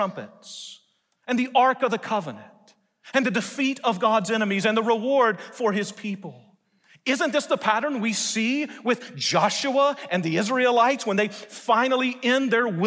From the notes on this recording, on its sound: delivered a message in #SWBTSChapel